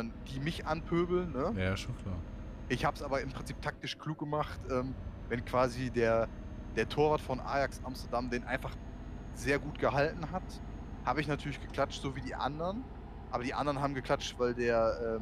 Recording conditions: background noise